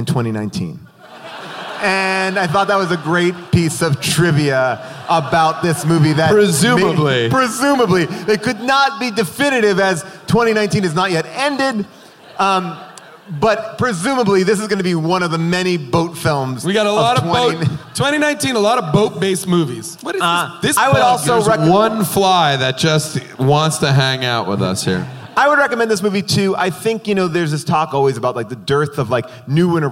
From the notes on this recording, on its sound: Recorded LIVE from Austin City Limits at the Moody Theater